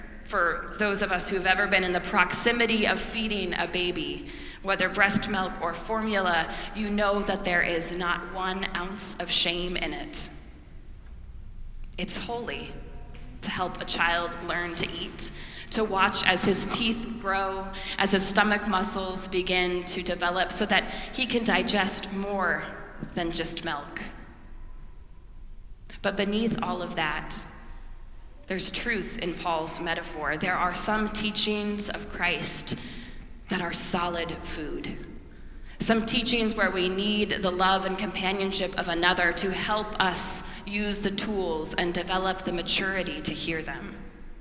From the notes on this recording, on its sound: preached at our celebration of the Holy Eucharist on the Sixth Sunday after the Epiphany